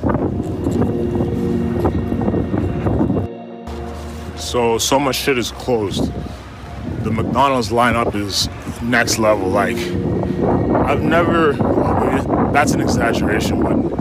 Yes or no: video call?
no